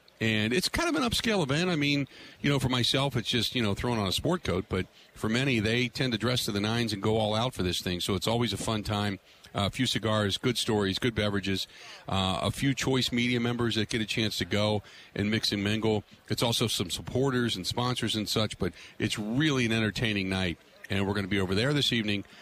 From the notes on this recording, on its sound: Live From Super Bowl Radio Row.